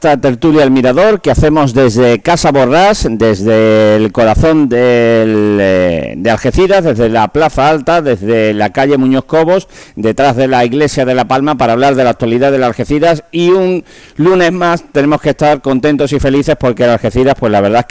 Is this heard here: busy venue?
yes